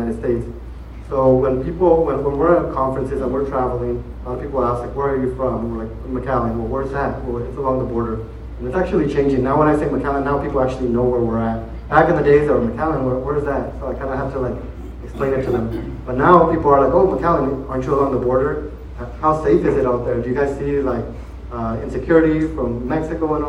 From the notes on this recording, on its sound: At the State of RGV Real Estate Forum. We have audio recordings of some of the keynote speakers.